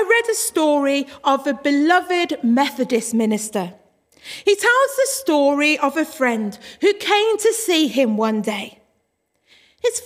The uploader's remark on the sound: Worship from Morley Salvation Army, originally broadcast live in April 2021.